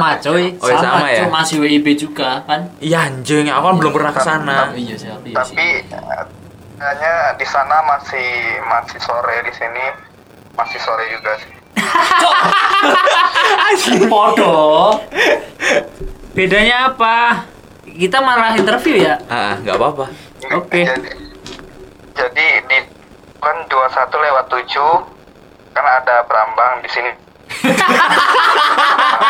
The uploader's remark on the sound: podcast via phone